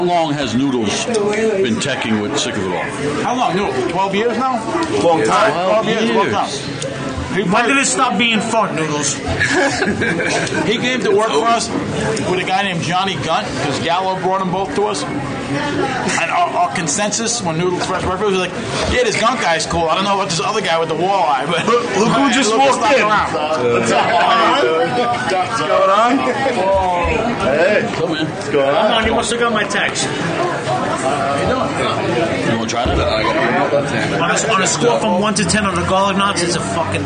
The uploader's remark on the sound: Live from Rosa's Pizzeria in Queens. Wind up at 2 different pizzerias in Queens recording.